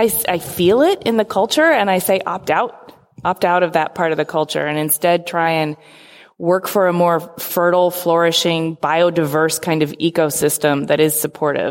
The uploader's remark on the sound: taped live at RISD as the keynote presentation of Design Week RI